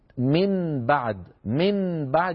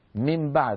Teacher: فيحول النون إلى ميم من مخرج الباء · Shown in: second take · هذا أسهل على الإنسان لأنه سوف يستعمل فقط مخرج الشفتين. · Term: الإقلاب